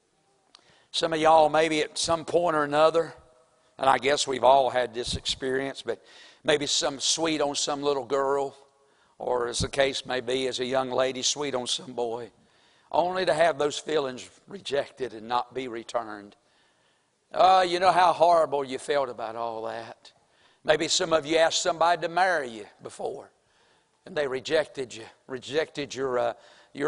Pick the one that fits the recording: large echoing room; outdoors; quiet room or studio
large echoing room